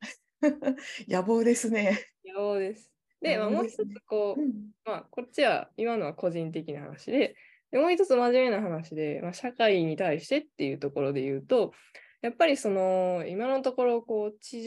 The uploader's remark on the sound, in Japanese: 収録場所： オンライン (Zoom)